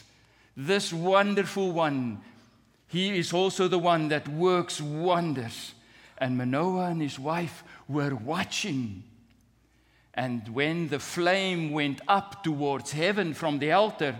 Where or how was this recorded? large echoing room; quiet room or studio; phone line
large echoing room